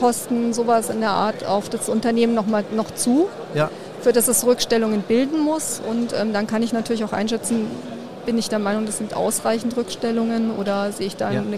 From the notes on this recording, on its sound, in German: Diesmal live vom Börsentag Hamburg